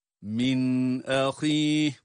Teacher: Min ahih min ahih. Burada izhar var. Nunu açıktan okuyoruz. Min ahih. Sonda ha ile duruyoruz ve ha sesini çıkarıyoruz.